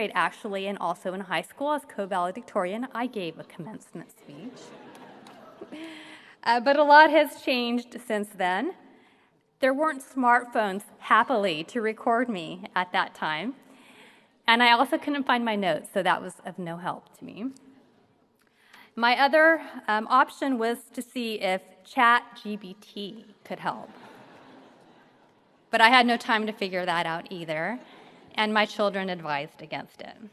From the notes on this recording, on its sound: gives the keynote address at the 55th annual commencement ceremony of the UC Davis King Hall School of Law